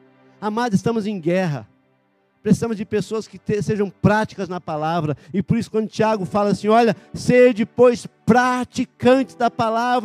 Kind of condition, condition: setting, large echoing room